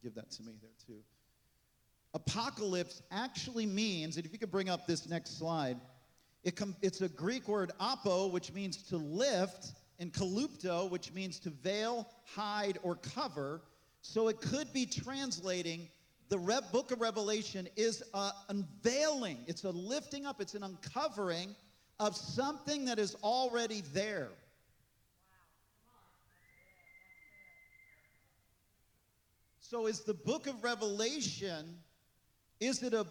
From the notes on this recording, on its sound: This message was recorded on July 16, 2023, at Gateway Church in Richmond, Indiana.